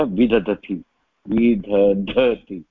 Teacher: महाप्राणः अस्ति, अल्पप्राणः तदनन्तरं महाप्राणः